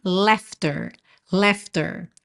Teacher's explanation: E esse AU vai ter som de E, um E com acento agudo